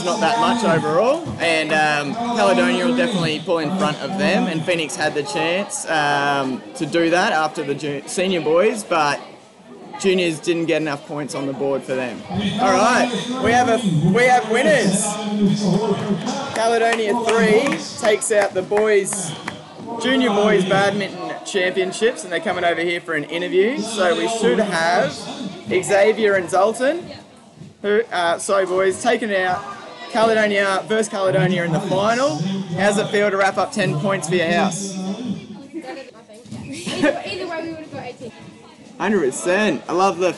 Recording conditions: busy venue